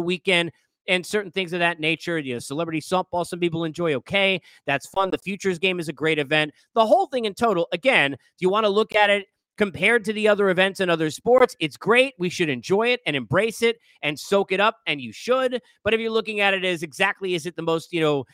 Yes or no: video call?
no